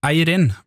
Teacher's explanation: Siden hun kom fra Kristiansund, så mener hun at jeg skulle si Eirin med trykk på første stavelse